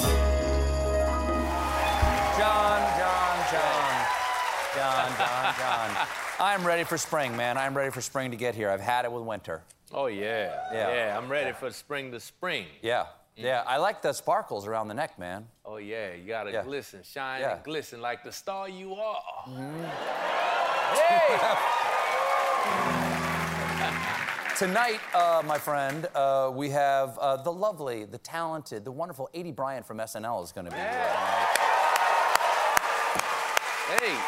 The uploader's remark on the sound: Answers audience questions. Gets the whole theater laughing.